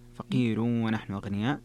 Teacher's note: في قوله قالوا إن الله فقير ونحن أغنياء هنا في مد منفصل فقير فيها ترقيق الراء لورش